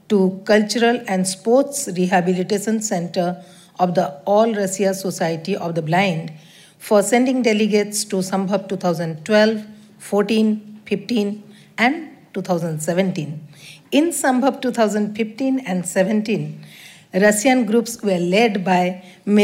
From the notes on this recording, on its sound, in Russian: Аудиозапись торжественной церемонии открытия мероприятия. Аудиозапись торжественной церемонии открытия Международного образовательного реабилитационного форума ВОС «Интеграция 2018».